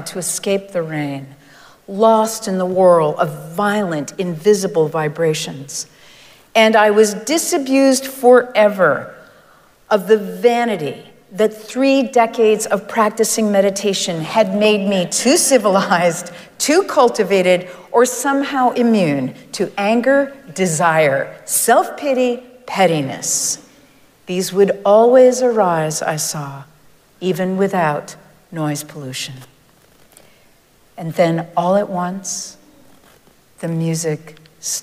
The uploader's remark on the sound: Recorded live at Arlington Street Church